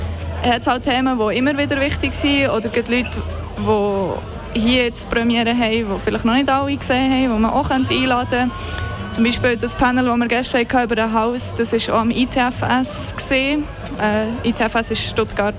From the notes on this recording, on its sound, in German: Fantoche 2022. Kanal K berichtete während der 20. Festivalausgabe live aus dem Merkerareal in Baden.